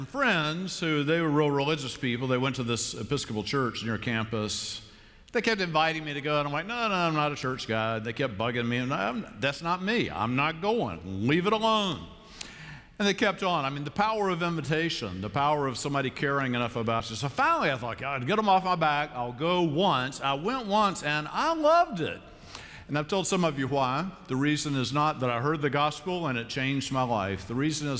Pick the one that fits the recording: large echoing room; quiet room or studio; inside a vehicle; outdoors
large echoing room